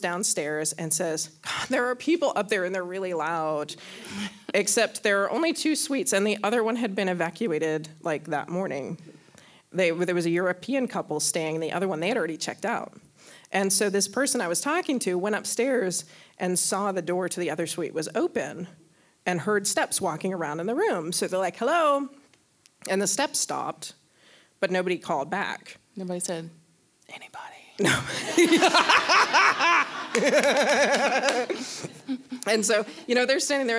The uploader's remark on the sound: Our LIVE show from Wetumpka Depot Theater!